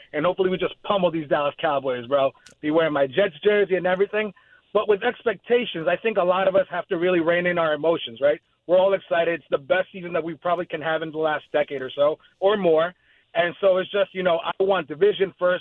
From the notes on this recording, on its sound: takes a ton of your calls